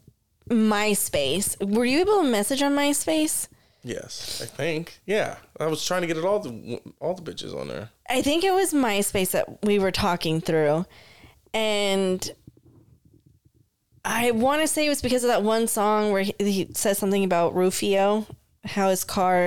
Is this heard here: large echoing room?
no